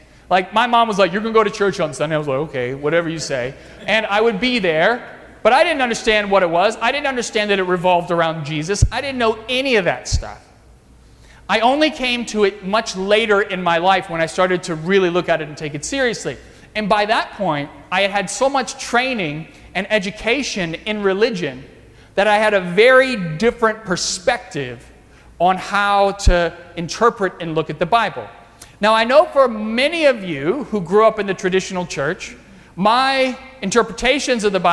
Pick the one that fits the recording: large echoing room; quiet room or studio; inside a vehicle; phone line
large echoing room